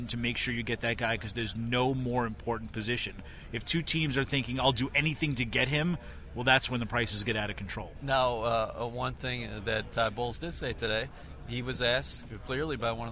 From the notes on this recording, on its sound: Live at the Combine. At the 2017 NFL Combine in Indianapolis.